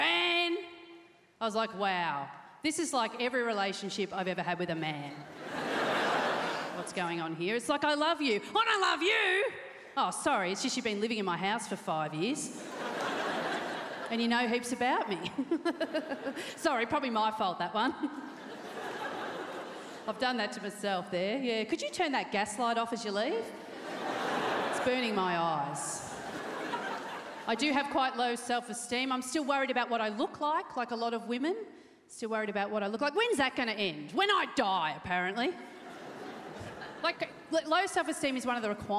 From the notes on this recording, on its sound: 2019 Melbourne International Comedy Festival Gala. Recorded on Wednesday 20 March at The Palais Theatre.